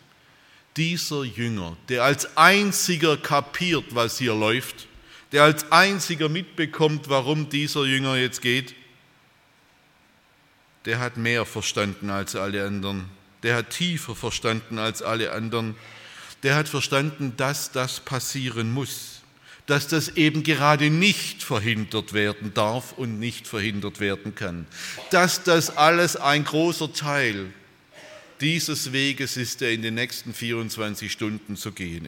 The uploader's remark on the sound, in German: bei einer Veranstaltung der Liebenzeller Mission